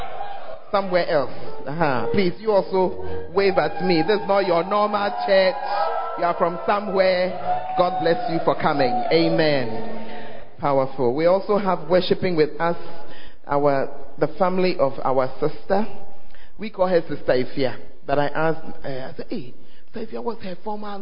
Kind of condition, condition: setting, large echoing room